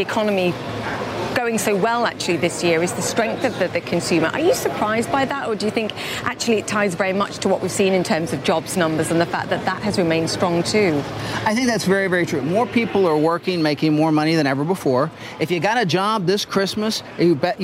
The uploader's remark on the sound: live from the New York Stock Exchange